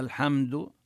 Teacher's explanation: الميم هنا لا نبين فيها غنة زائدة، إنما نلفظها الحمد، نلفظها من مخرجها ميما، لا تكون مخفاة ولا تكون مدغمة، إنما هي في حال الإظهار.